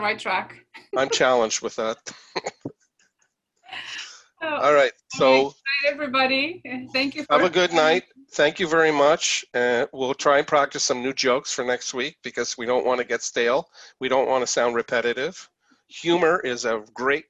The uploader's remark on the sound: The program airs live each week. Is currently delivered to you through Zoom.